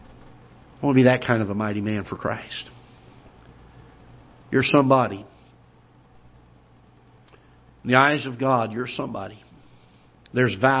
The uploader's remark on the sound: Ketha Heights Baptist Church ~ Live Broadcast